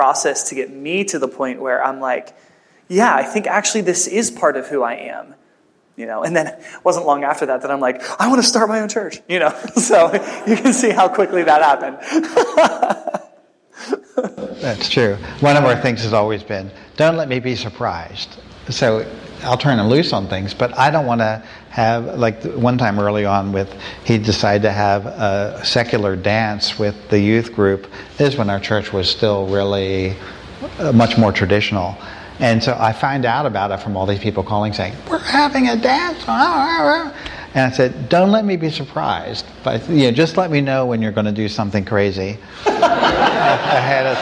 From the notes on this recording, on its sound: you'll hear their Q&A session from the breakfast